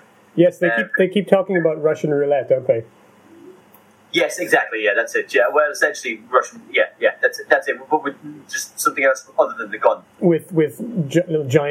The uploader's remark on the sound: Joined from across the Atlantic. Podcasting via Scype is presenting some difficulties with keeping background noise down, but the quality is not bad!